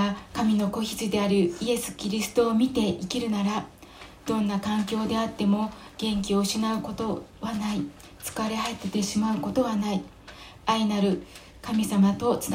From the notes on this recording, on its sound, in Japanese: 2020/03/29吉備教会礼拝メッセージ録音です。